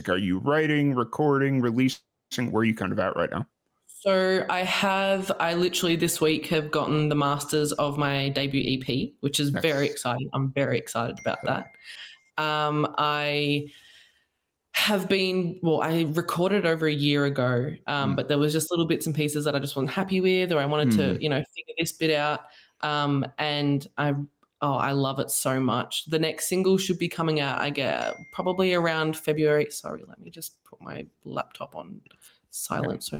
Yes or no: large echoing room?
no